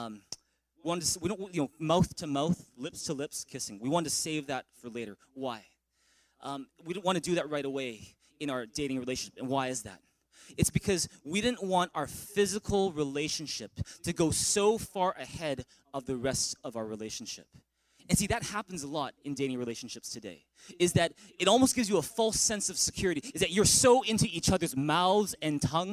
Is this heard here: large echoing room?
yes